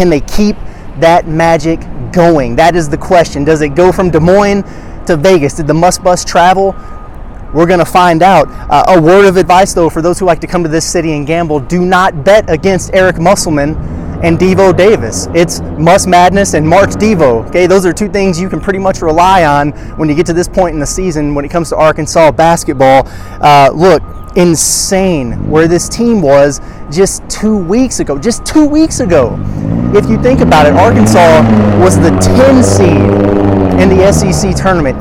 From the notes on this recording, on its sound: From outside T-Mobile Arena in Las Vegas for a live preview of Arkansas' Sweet 16 matchup with UConn.